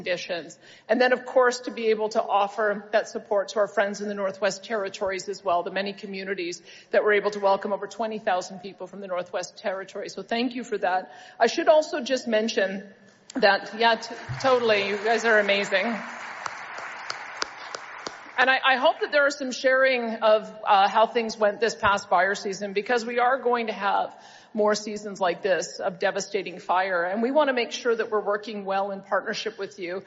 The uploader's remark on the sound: Delivered a keynote address at the 2023 Alberta Municipalities Convention in Edmonton.